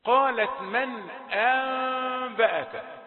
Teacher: قلب النون الساكنة الى ميم مخفاة مع الغنة. هذا حكمه إقلاب.